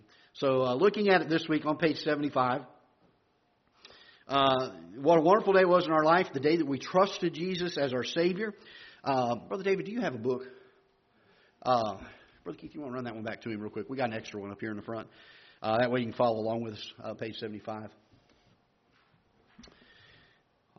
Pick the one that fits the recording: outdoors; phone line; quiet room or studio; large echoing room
large echoing room